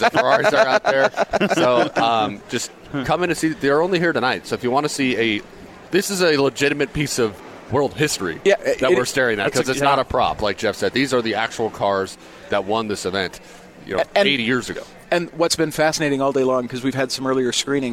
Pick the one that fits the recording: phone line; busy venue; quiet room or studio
busy venue